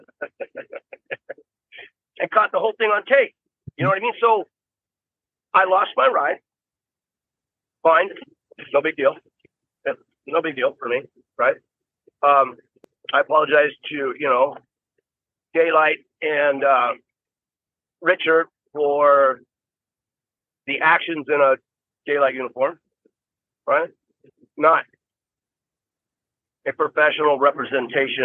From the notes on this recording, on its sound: while he was driving